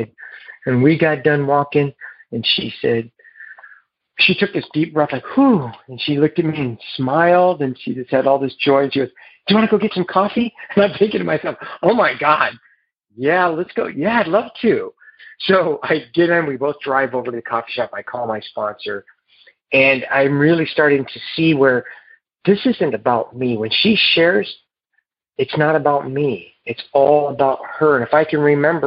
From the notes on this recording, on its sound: Noon Phone Speaker Meeting.